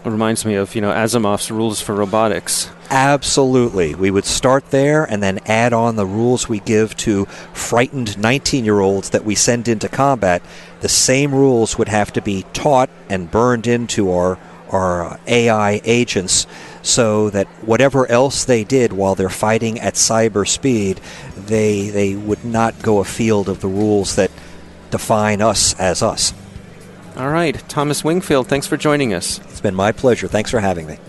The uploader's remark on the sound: on location at the 2016 ASUA meeting in Washington DC.